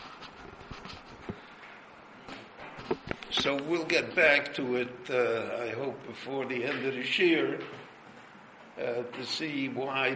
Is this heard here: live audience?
yes